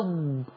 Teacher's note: مش هنطلع طرف لسنة عشان ما يجيش الضاد الضائية